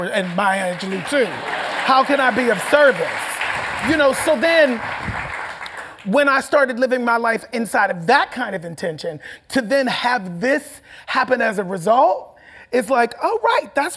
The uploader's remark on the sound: The conversation was recorded on August 13, 2019 in front of a live audience at New York's 92nd Street Y.